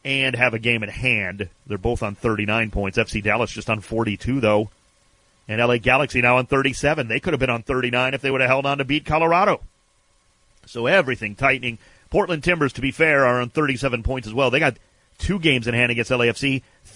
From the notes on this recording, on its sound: Called in to talk.